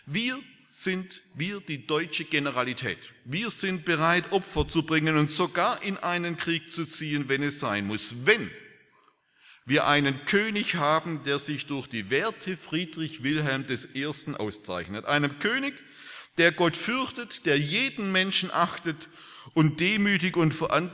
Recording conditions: large echoing room